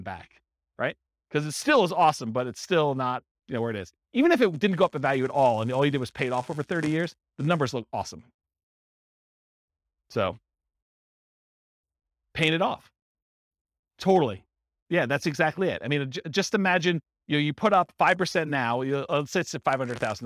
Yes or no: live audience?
yes